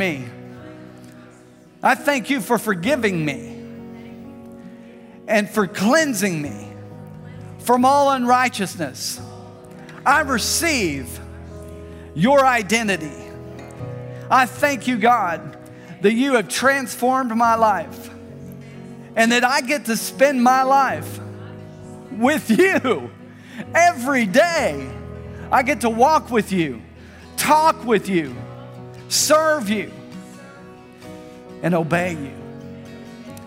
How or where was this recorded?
large echoing room